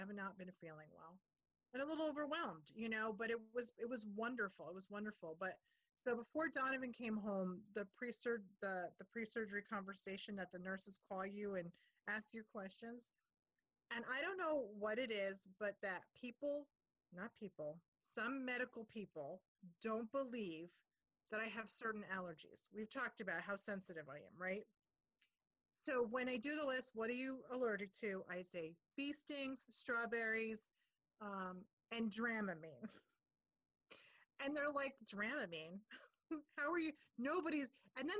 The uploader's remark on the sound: check in over zoom